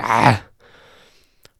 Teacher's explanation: this ayn becomes a fricative, and you get, "Ah." But when you're asking somebody where a restaurant is, that is neither the time nor the place to use that sound.